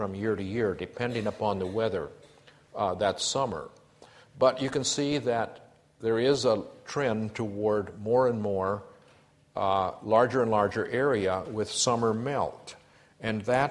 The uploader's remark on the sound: A Sydney Ideas lecture